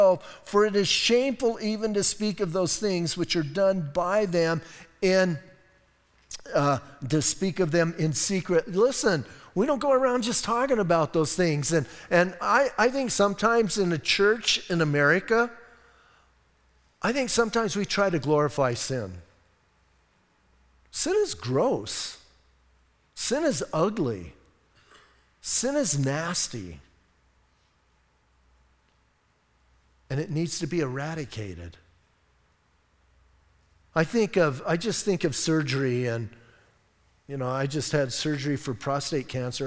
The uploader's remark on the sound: Audio messages from Calvary Chapel in Sierra Vista